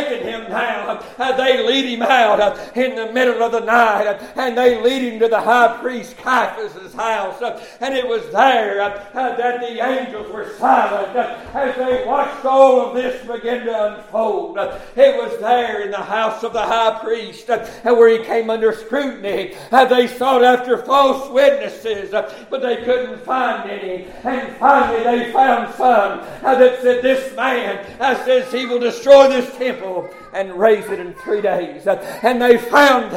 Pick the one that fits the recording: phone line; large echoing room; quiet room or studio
large echoing room